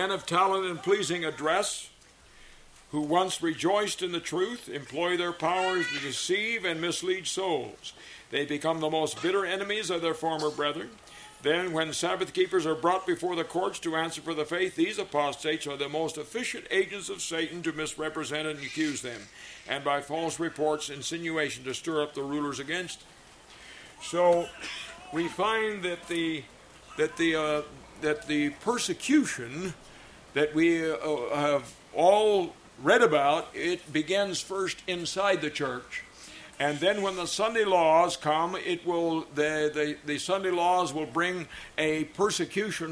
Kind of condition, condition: setting, live audience